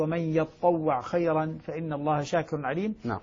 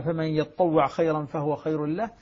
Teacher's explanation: والعين المجزومة على اعتبار أنها ومن يتطوع خيرا، فأدغمت التاء في الطاء باب الإدغام متجانسين فأصبحت ومن يطوع خيرا فإن الله شاكر عليم.